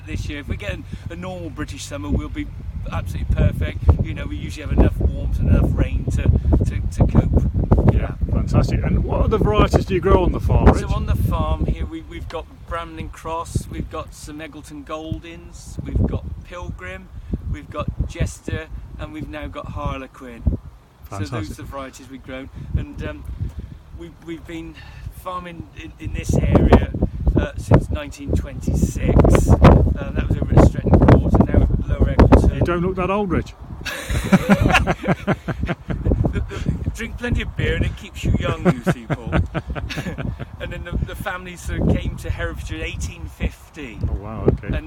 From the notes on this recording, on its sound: Warning, contains wind noise.